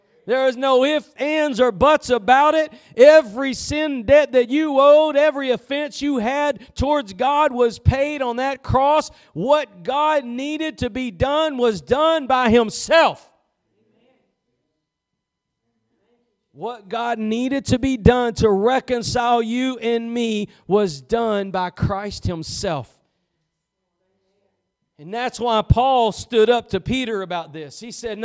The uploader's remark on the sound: Preached at Gospel Lighthouse in Bossier City, La.